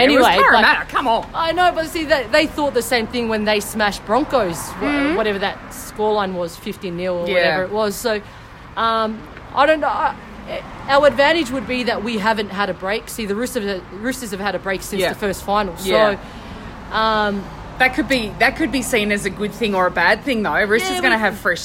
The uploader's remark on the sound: outside her office in Mildura